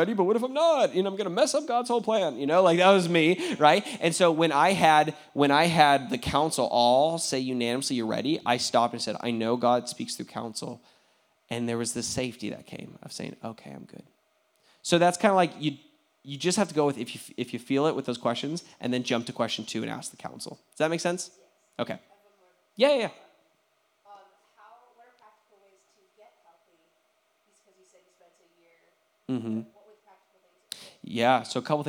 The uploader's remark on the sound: questions from the audience